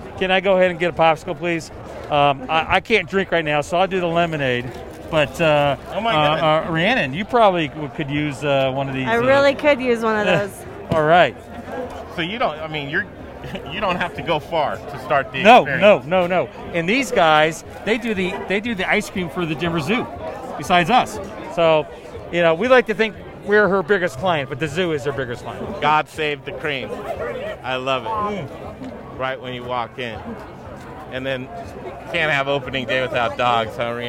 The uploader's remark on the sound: Close you can hear the crack of the bat! Live at Blake St. Tavern for opening day! Close to Coors field you can hear the crack of the bat!